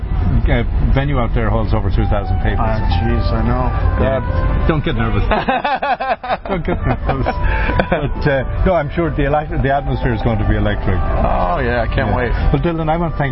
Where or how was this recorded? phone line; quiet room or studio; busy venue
busy venue